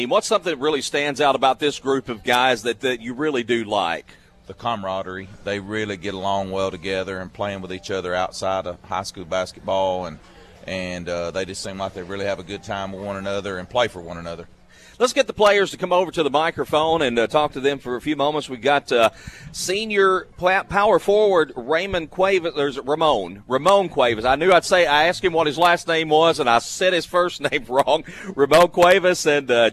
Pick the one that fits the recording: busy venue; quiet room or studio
busy venue